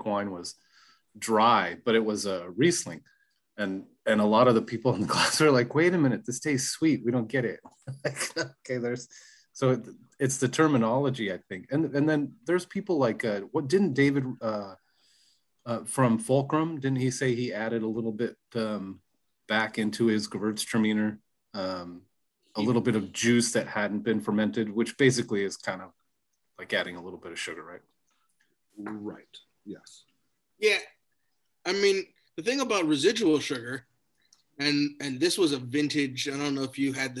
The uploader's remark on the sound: Yes we are temporarily recording by Zoom because of COVID worries